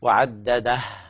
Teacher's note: قلب الهاء ألفا مادية وهذا يصير لحن